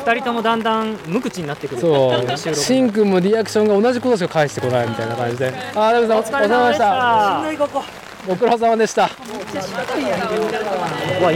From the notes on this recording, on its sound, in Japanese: 屋外収録「東海シクロクロス開幕戦 おおが城山公園 ※ME1ノーカット無修正版」。